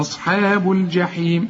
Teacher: الحاء مرققة في عموم القرآن، الصاد هي بس المفخمة